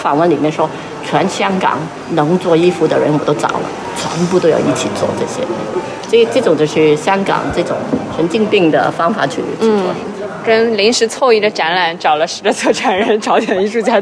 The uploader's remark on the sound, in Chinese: 无中生有 — 香港电影美术及服装造型展 特约观展团。这一期是导览的录音。